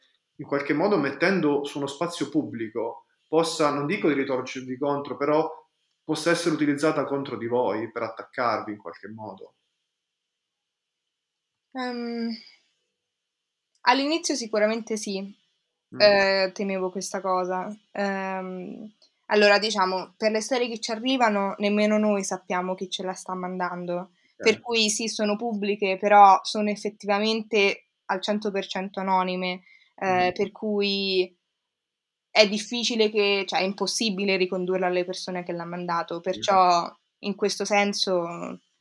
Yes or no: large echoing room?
no